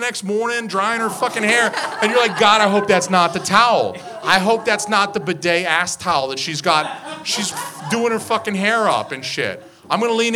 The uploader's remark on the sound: We go live at Curlies Comedy Club, New Hampshires only comedy club, and we go on SHWYPN's podcast.